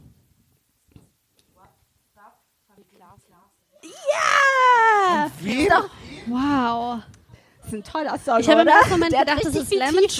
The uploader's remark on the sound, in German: Im Rahmen des Cross Media Festivals des Jugendrotkreuzes. Zum ersten Mal vor dem wohl schönsten Publikum in schnuckeliger Atmosphäre. Einen Live-Podcast performt. Denn es wurden selbst verfasste Schriftstücke auf der Bühne verlesen und inbrünstig voller Emotionen gesungen.